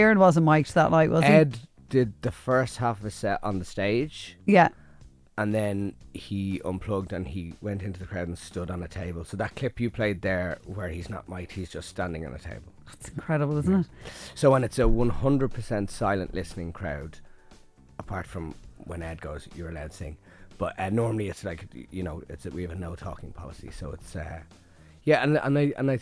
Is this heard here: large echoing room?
no